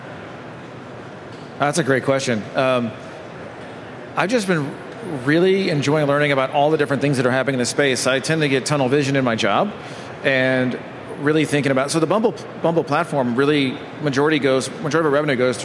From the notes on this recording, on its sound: LIVE FROM MONEY 20/20. Live from the Money 20/20 Garage Stage.